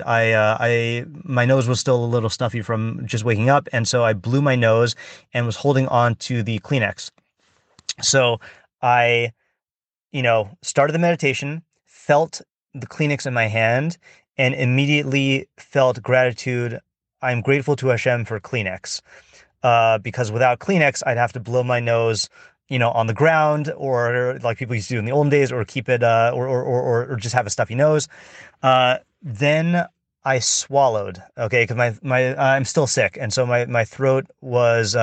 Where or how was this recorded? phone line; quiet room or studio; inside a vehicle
inside a vehicle